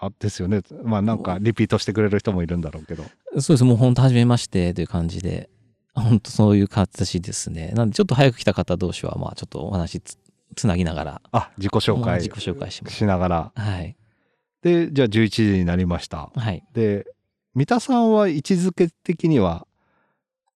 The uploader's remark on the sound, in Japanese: 今回は屋外収録 神奈川県の城山湖の畔からお届けします。今回は屋外収録 神奈川県の城山湖の畔からお届けします。